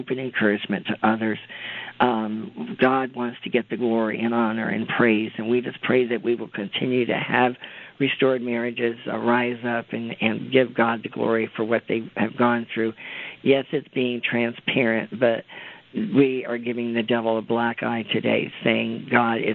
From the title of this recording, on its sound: CONFERENCE CALL